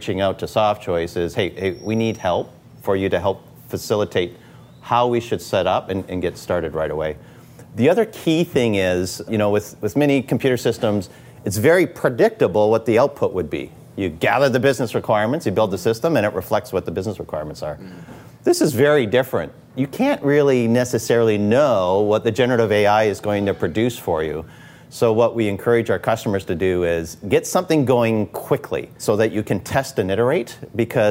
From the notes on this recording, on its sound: on location at their favorite watering hole